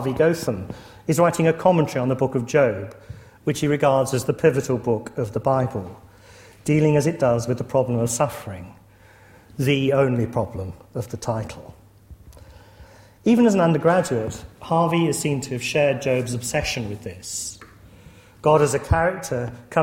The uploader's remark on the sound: lecture series held at Corpus Christi College